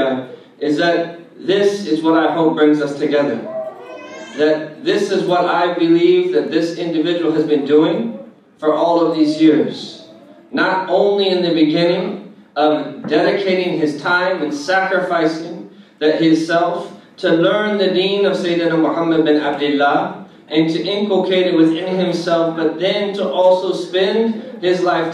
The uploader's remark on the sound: keynote address delivered at SeekersGuidance's New Home benefit luncheon